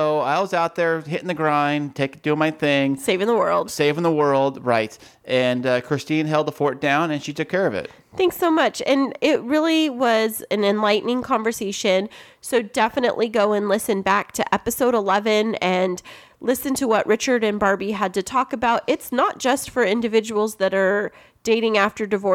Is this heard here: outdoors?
no